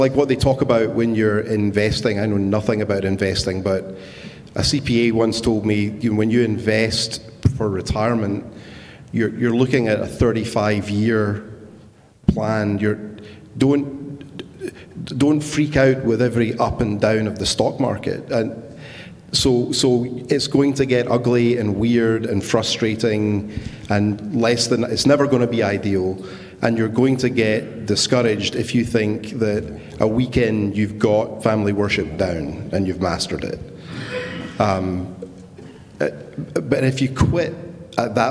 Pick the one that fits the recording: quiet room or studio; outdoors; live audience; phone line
live audience